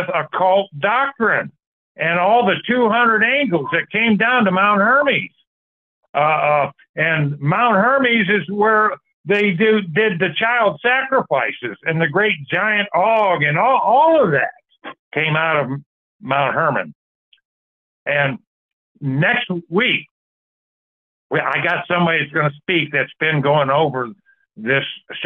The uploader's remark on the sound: Call In Bible Study